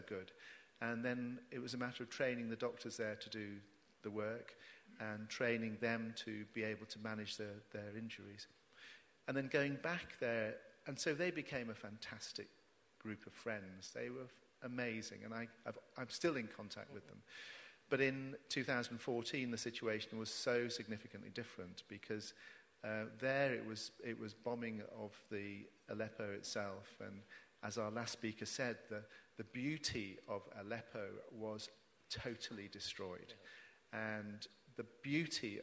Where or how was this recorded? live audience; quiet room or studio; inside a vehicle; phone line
live audience